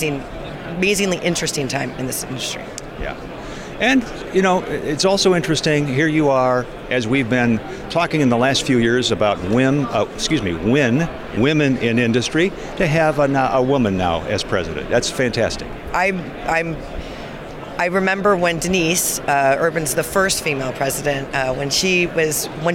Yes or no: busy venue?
yes